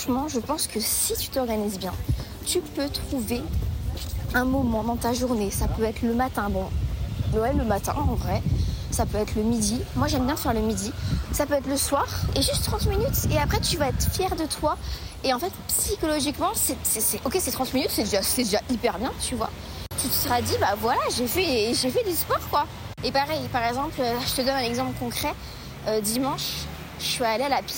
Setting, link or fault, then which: setting, inside a vehicle